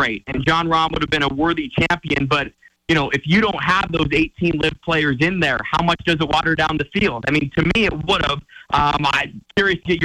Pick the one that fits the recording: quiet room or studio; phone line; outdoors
phone line